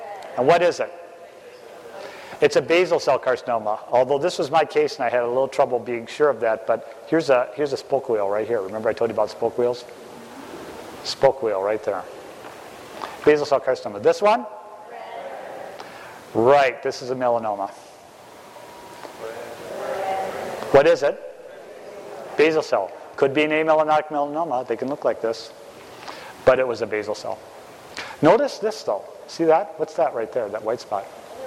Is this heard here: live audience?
yes